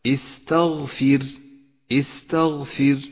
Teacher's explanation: وحرف الفاء مرقق وحرف الراء مرقق أيضا اقرأ هكذا استغفر استغفر رققت الراء هنا لأنها سكنت وقبلها حرف مكسور · حرف التاء مرقق وحرف الغين مفخم وحرف الفاء مرقق وحرف الراء مرقق أيضا اقرأ هكذا استغفر استغفر رققت الراء هنا لأنها سكنت وقبلها حرف